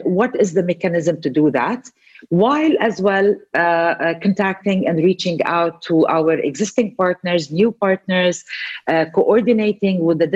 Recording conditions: video call